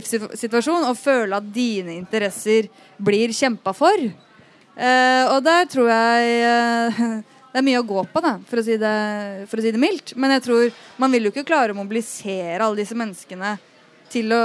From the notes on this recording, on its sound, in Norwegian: Innspilt live i biblioteket på Tøyengata Bodega.